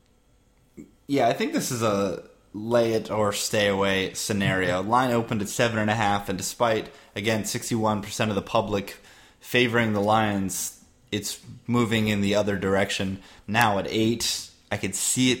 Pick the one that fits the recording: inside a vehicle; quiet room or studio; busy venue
quiet room or studio